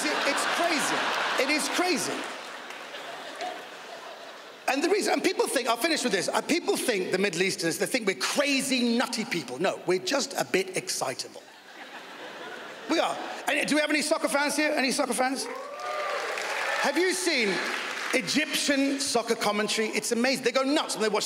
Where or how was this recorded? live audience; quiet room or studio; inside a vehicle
live audience